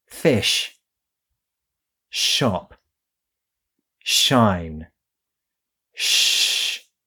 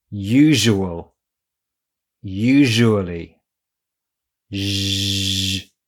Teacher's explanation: usual usually 大家注意到了吗？usual 和 usually 当中的浊辅音 r 这样读 r。在这里我来教给大家一个发音小窍门，相信大部分听众都会读常见于字母组合 sh 的清辅音 sh。发音时双唇收圆，微微向前突出，舌端抬起，靠近但不接触齿龈，只是让气流通过。包含清辅音 sh 的常见单词有 fish, shop, shine 等等。那么在发浊辅音 r 的时候，口腔和唇形只需要保持发清辅音 sh 的位置，但要让声带震动 · Shown in: second take · r。把手指放在喉咙上，你可以感受到读清辅音 sh 的时候声带无变化，但在发浊辅音 r 的时候声带有震动。反复在清辅音 sh 和浊辅音 r 之间转换，体会浊辅音 r 的正确发音方法。来跟着对比一下两个发音的区别。